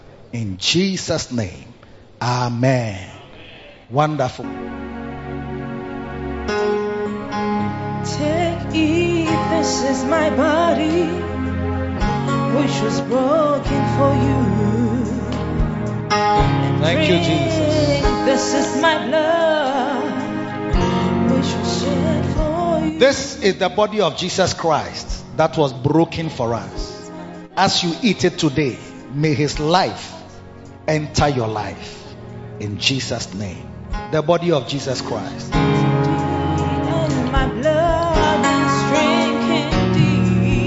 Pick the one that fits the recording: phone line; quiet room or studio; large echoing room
large echoing room